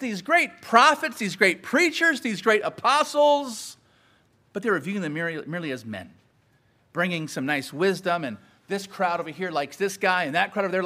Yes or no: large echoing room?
yes